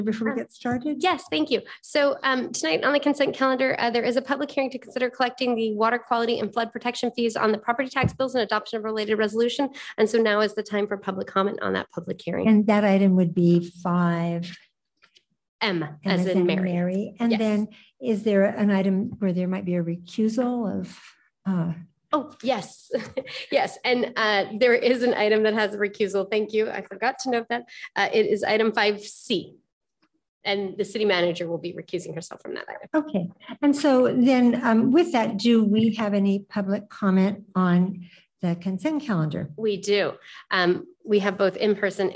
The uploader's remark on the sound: 2023-06-06 City Council Meeting - ZOOM